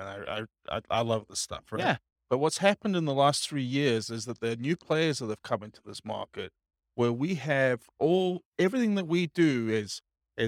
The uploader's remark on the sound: This was a live class recorded.